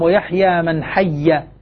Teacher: يدغم الياء الأولى بالثانية فتكون ياء مشددة · Term: الإدغام